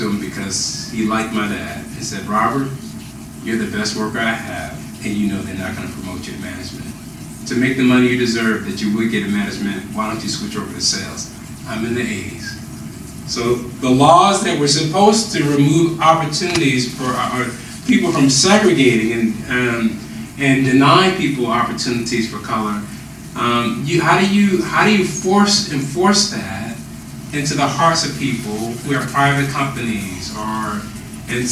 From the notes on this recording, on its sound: We’re sorry for the audio quality on this one. We recorded this on the road and one of our mics malfunctioned. We decided to post the interview despite the sub-par audio.